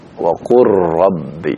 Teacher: Lam sukun bertemu dengan ro. Tadi lamnya tidak terdengar dibaca lagi. · Term: idgham